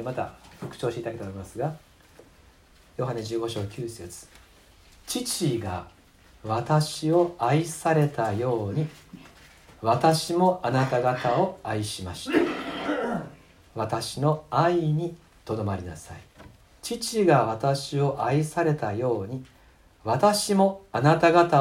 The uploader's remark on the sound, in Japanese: 2019年11月24日吉備教会礼拝メッセージ録音